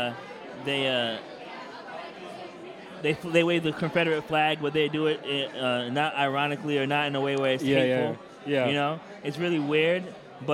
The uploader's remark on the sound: Live From Adventure Time ATL